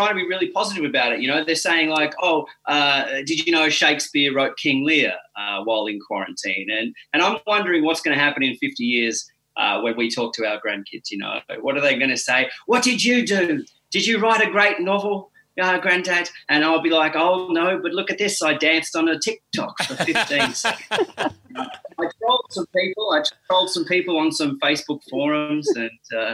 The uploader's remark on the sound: Recorded at our homes over Zoom — pumped through the RØDECaster™ Pro — into your ears.